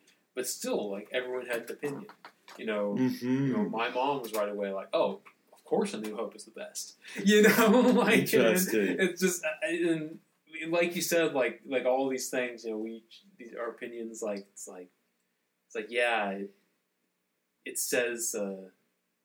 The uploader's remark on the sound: Sorry for the not-so-good audio this round. Take a drink each time you hear a plane.